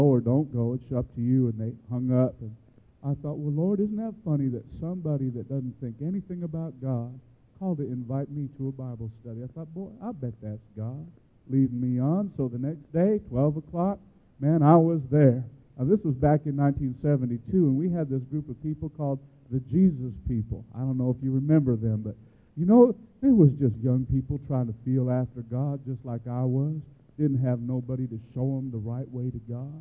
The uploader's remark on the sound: gives his testimony in Baton Rouge, LA at Life Tabernacle Church